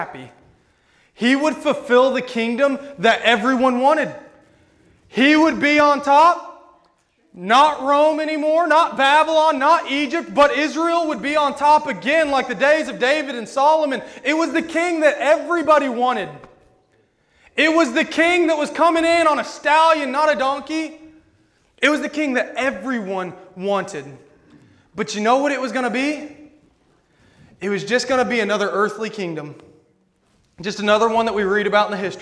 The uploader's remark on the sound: This sermon was preached at Rockville Church of the Nazarene on February 27, 2022.